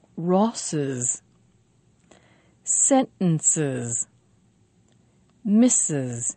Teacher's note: When a word finishes with a sibilant and we need to add an S ending, we make it a little easier for ourselves. We add an extra syllable for the S.